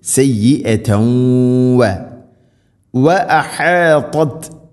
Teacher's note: തൻവീനിനെ വ എന്ന അക്ഷരത്തിലേക്ക് കൂട്ടി ലയിപ്പിച്ചു മണിച്ചുകൊണ്ട് ഉച്ചരിക്കണം · Term: ഇദ്ഗാം ബിഗുന്ന